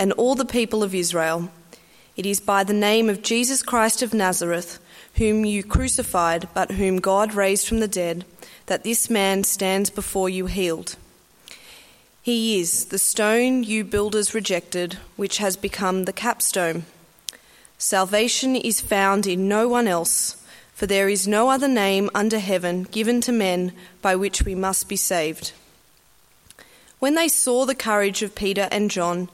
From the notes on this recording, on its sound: At a Church in the Graveyard service